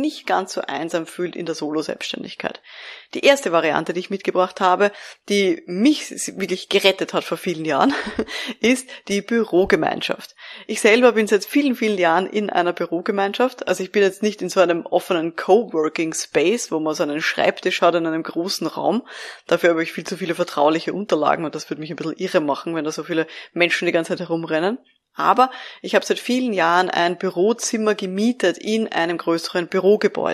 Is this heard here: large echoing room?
no